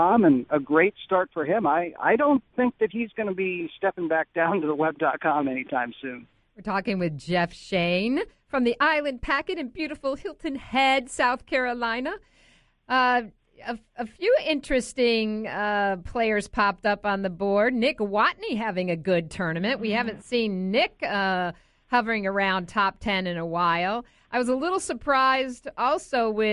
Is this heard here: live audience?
no